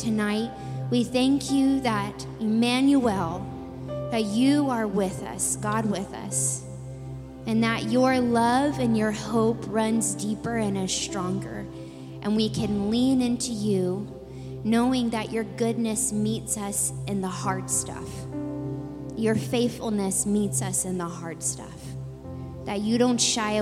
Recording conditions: large echoing room